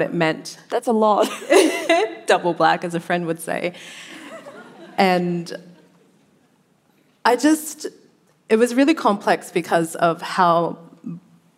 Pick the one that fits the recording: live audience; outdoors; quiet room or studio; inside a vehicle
live audience